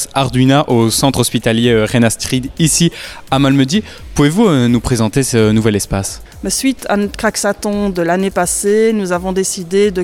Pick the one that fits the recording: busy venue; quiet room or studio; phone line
busy venue